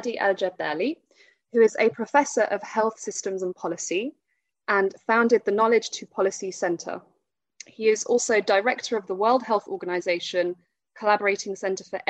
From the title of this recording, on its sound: Webinar recording